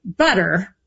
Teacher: But in American English, we kept the R.